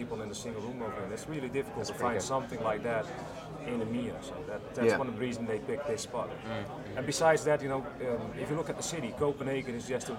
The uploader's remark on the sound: LIVE From VMworld 2010 Europe. LIVE at VMworld 2010 in Copenhagen! We recorded this live episode of vChat from the VMworld news desk.